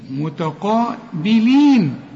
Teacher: التاء مرققة قوي، القاف أعلى درجات التفخيم